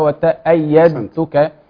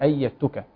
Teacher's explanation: الصح ان انا بدغم الدال في التاء بحيث يصيران تاء مشددة · Shown in: second take · Term: إدغام المتجانسين